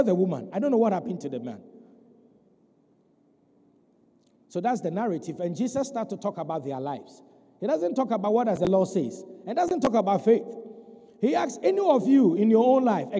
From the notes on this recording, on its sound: Sermon preached at CBC Shiashie